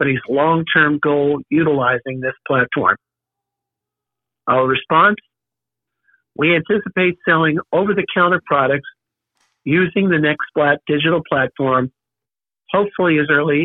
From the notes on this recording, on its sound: Progressive Care Shareholder Conference Call